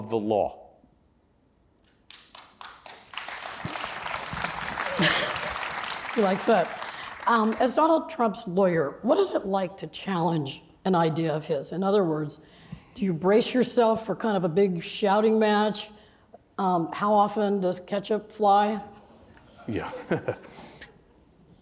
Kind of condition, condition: setting, live audience